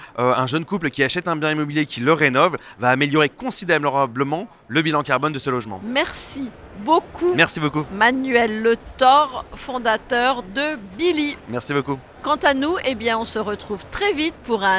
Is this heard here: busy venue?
yes